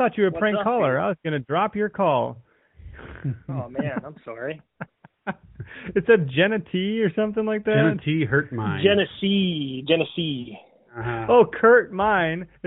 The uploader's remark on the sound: we take several calls from our listeners during our LIVE broadcast